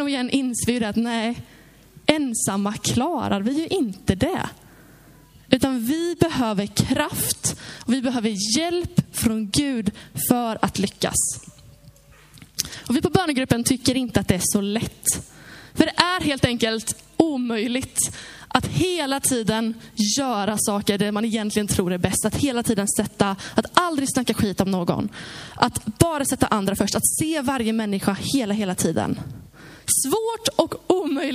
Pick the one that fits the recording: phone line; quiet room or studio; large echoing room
large echoing room